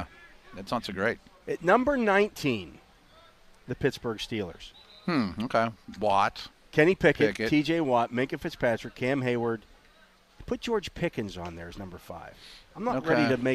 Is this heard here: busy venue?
yes